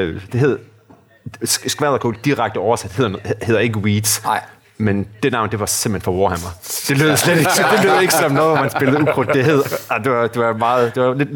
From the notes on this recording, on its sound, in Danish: Live fra Fastaval 2023. I påsken var Papstinenser vanen tro på Fastaval og optog en episode fra Oasen foran et live publikum. I øvrigt, så er det live, og når man optager publikum foran højtalerne fra podiet, så… Undskyld.